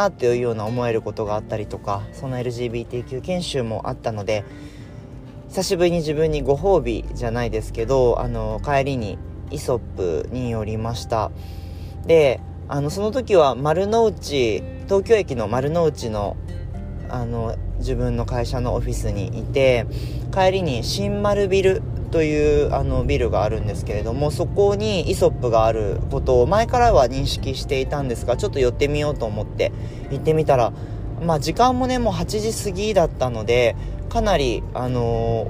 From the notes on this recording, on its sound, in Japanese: 車を運転しながらお届けしています途中運転に集中して無言になります